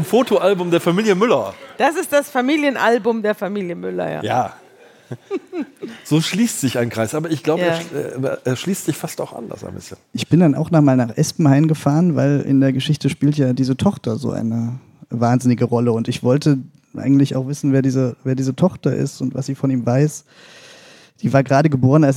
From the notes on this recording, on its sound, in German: In Leipzig vor Publikum.